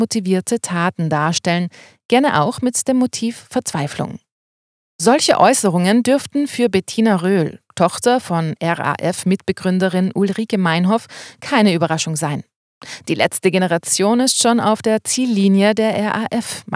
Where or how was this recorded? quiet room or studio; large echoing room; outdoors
quiet room or studio